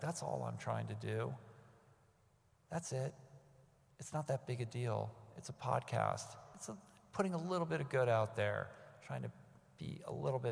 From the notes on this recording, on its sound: recorded live in front of an audience